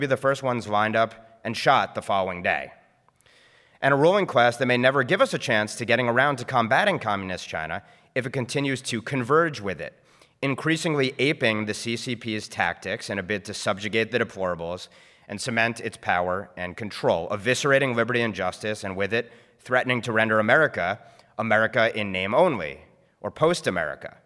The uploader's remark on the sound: NatCon 3 Miami. Address at the Miami National Conservatism Conference on September 11, 2022.